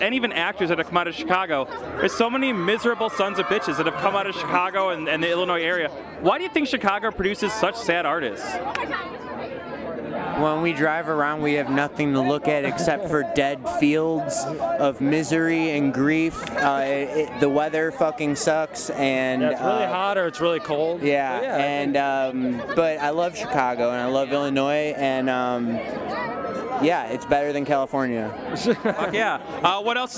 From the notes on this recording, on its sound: Recorded on the red carpet of the 2015 Alternative Press Music Awards